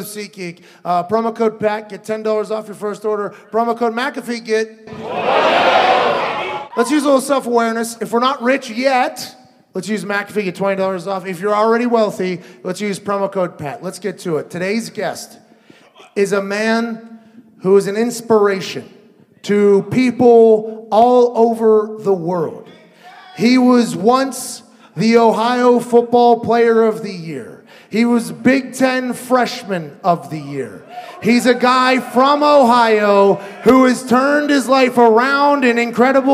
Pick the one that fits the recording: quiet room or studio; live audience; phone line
live audience